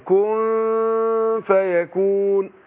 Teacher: نون ساكنة بعدها الفاء برضو كن فيكون مع الغنة حركتين